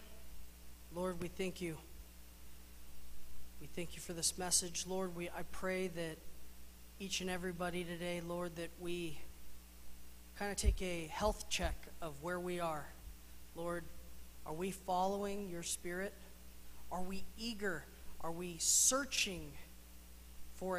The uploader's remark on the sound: Mt. Zion Church Live!